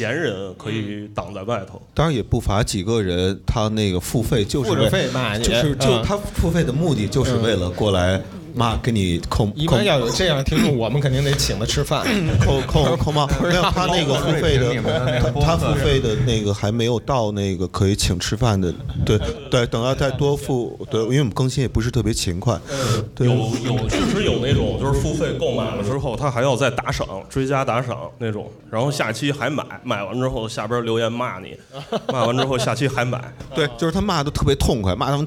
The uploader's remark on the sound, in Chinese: 我们在北京举办了 音乐·聚我们——首届「播客松」+西海之声7周年聚会 活动。经过修整剪辑过的现场录音内容。现场录音设备协力品牌：Focusrite、RODE 麦克风。